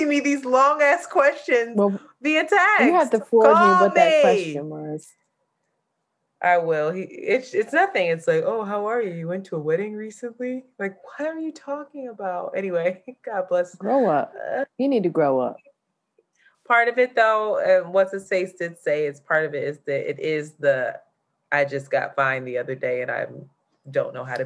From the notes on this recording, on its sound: Unfortunately we had issue and had to use our zoom audio